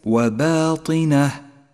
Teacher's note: ثم بعد ذلك كلمة وباطنه، انتبه إلى ترقيق الباء والألف. ثم بعد ذلك الطاء المفخمة المكسورة، لذلك تفخم بأدنى المراتب